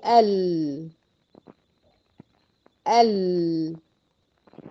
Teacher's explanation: بص كده للصور وانطقي انتي، انا عايزاك انتي تنطقي وتمثلي على نفسك. قولي ال، هتلاقي الحافة الأمامية من اللسان حصل لها تصادم مع لثة الثانيتين ورباعيتين فوق والنابين والضحكين · Term: اللام